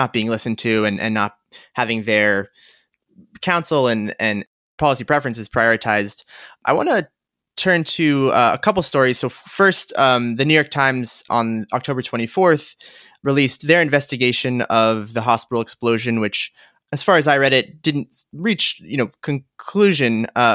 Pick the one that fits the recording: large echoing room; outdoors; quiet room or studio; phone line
quiet room or studio